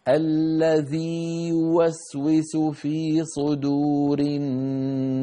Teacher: الذي ذي الياء في الذي ممدودة ممطوطة ولم تدخل في ياء يوسوس